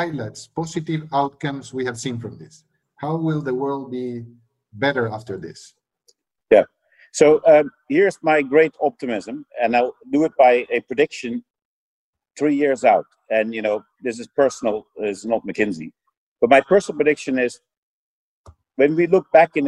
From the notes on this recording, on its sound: Spoke via video conference in mid-April. This is an edited version of their conversation.